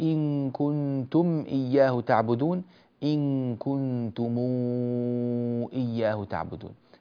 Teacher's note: يصل الميم بواو لفظية بمقدار 6 حركات · Term: الصلة